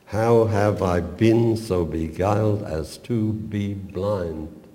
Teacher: the poet belabors himself with a series of blunt bilabial bees